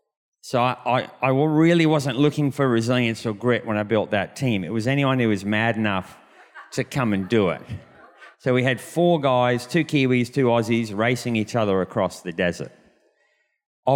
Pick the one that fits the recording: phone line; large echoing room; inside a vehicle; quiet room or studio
large echoing room